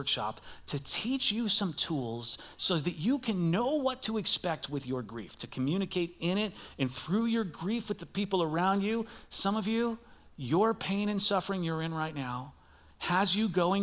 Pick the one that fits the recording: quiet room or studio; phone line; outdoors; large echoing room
large echoing room